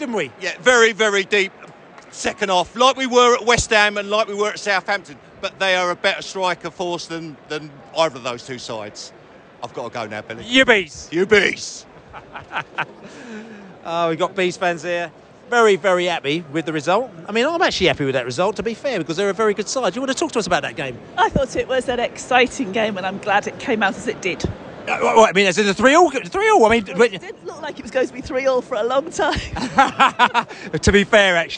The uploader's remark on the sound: Post-Match Podcast from The Stands. We spoke to Bees fans and Brighton fans in the stands and the pub after the match.